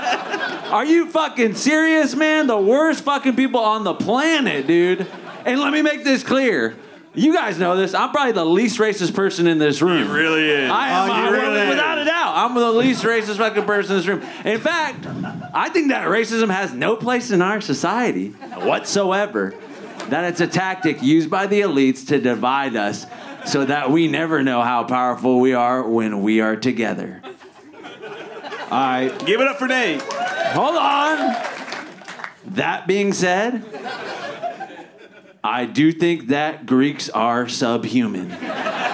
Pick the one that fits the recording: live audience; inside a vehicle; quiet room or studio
live audience